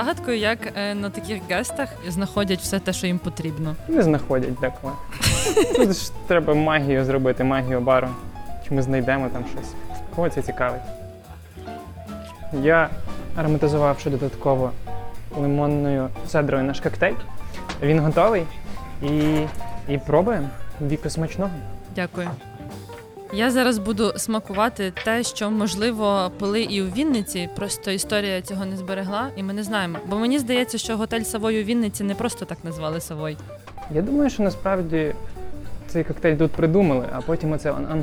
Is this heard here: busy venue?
yes